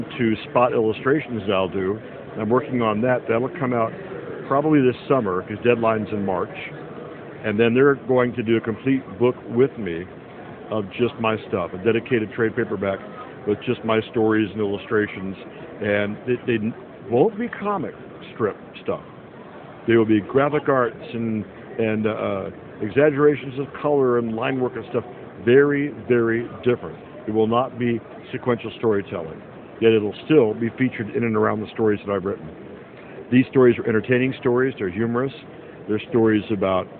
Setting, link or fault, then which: setting, busy venue